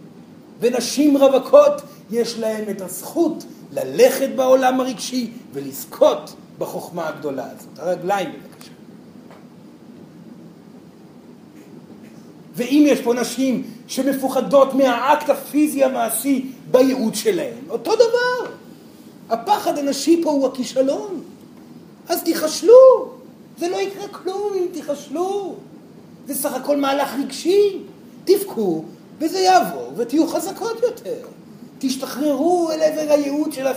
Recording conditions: live audience